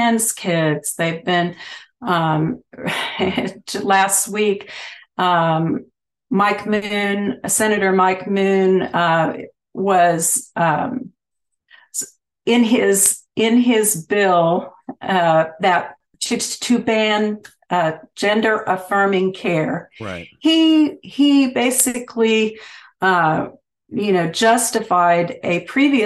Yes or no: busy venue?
no